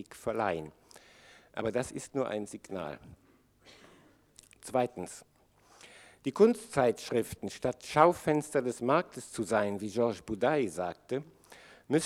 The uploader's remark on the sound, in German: Podiumsdiskussion in Frankfurt. 1987, veranstaltet von der „AICA“, der deutschen Sektion des internationalen Verbands der Kunstkritik.